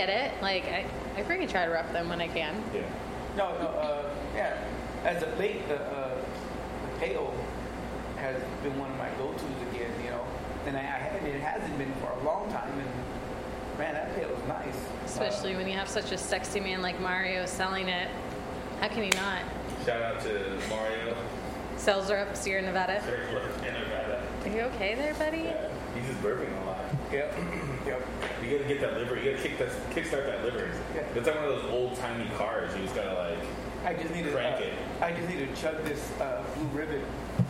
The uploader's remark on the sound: Recorded in the one & only Spokeasy Public House.